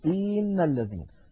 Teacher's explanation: الخطأ الذي يمكن أن يفعله الإنسان أن يمط كسرة الهمزة فيقول إن الذين